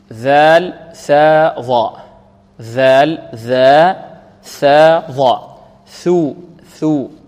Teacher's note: مثلثة تخرج من طرف اللسان